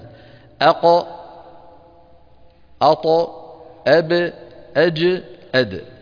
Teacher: وليست القلقلة لا روما ولا اختلاسا، هي اهتزاز